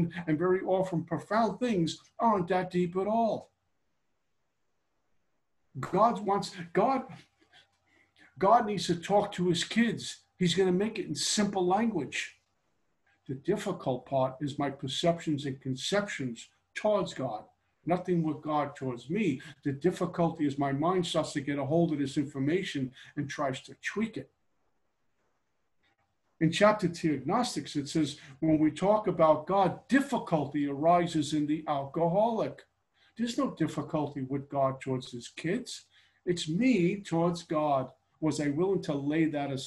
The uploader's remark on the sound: Gives a zoom pitch on Steps 2-3 for The Backroom Group out of Hamilton, Ontario.